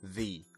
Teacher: la lengua debe salir y ubicarse justo debajo de los dientes superiores y el sonido es de vibración. La vibración se siente en la garganta y en la punta de la lengua.